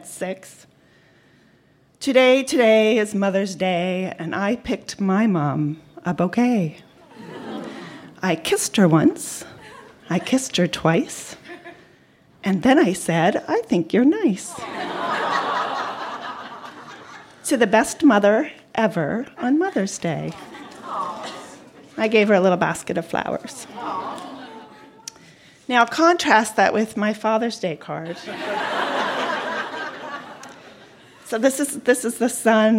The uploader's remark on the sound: Recorded live at The Company House in Halifax, NS.